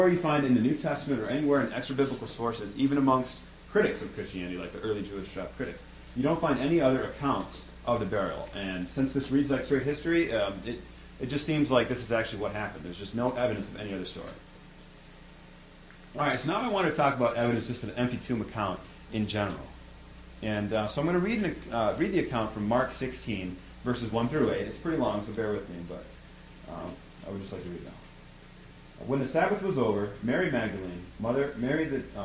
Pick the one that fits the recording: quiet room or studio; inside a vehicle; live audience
live audience